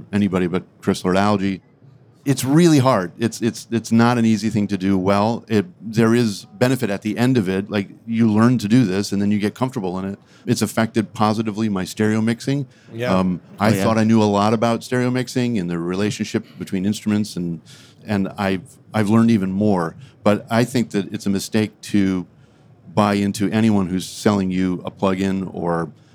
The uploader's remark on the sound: LIVE From NAMM 2024. Live from the PMC Booth at NAMM.